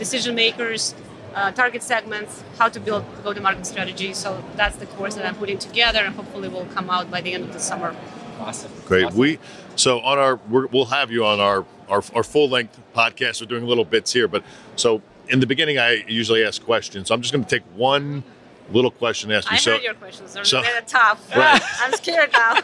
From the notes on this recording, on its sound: Took the show on the road to HITEC 2022 in Orlando, FL. Live, in-person interviews from the show floor.